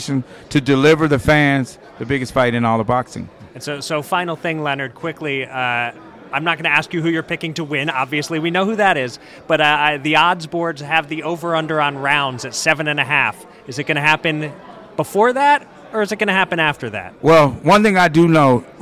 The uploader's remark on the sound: live from Las Vegas